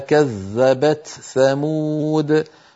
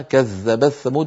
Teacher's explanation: يدغمون التاء في الثاء · Shown in: second take